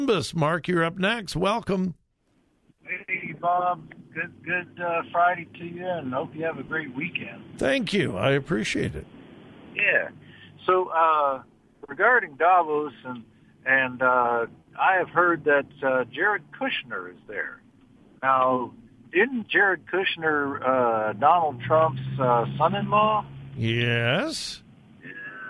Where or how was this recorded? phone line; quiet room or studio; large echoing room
phone line